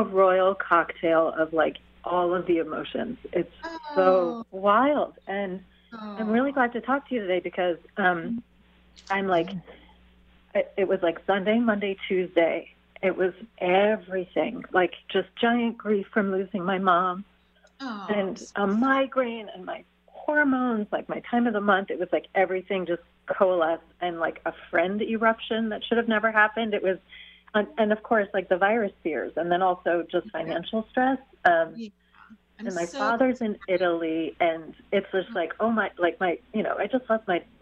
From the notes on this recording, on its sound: call-in show